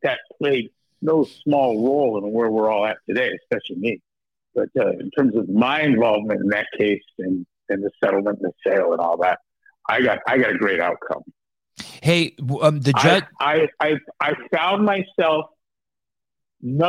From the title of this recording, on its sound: Live Call